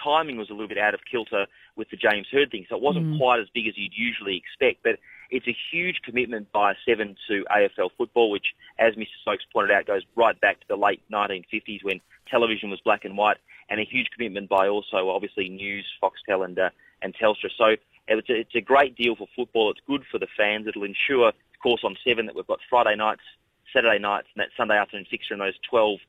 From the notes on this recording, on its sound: on the phone